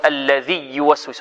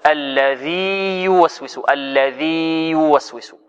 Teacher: فأظهرنا الياء الأولى لأنها حرف مد ولين ولا ينطق بها مدغمة · Shown in: second take